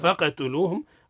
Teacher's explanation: قلقلة القاف لأن القاف ساكن وهو من حروف القلقلة الخمس